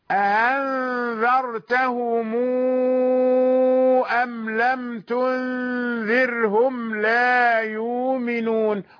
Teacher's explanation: قرأ أَنذَرْتَهُمْ بالتسهيل ولم يدخل ألفا، وله صلة الميم لأنها إيه من قبل همز القاطع، تذكروا الذين حفظوا يعرفون الآن، ومن قبل همز القطع صلها لورشين، يعني ورش يصل الميم التي بعدها همزة قطع، الميم التي تأتي قبل همزة القطع موصولة لورش، وهي تعتبر من قبيل المد المنفصل، فمده مشبع طويل ست حركات